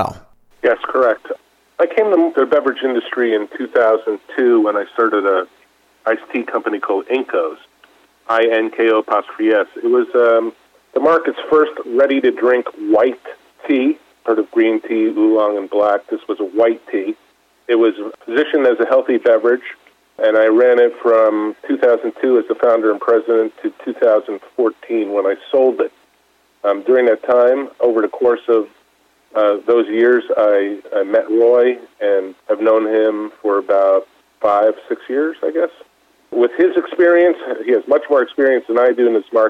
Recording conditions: phone line